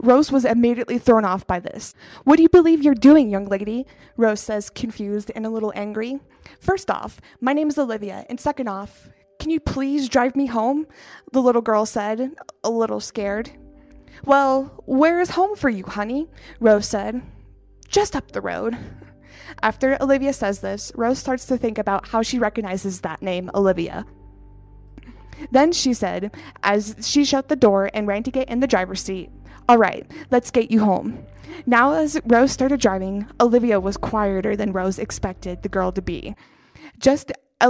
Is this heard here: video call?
no